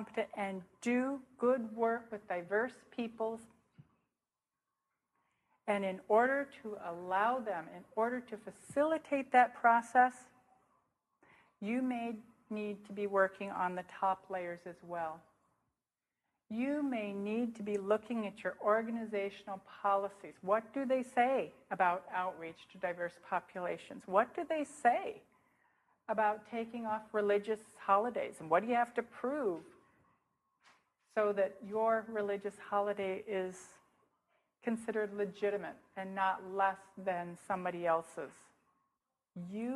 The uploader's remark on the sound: speaking at the Fourth International Interdisciplinary Conference on Clinical Supervision, convened in Buffalo, NY, Spring 2008.